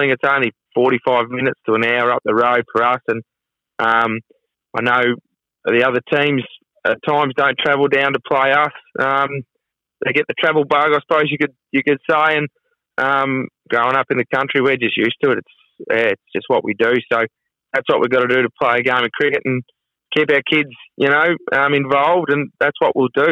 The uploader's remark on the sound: phones in to the Flow Friday Sports Show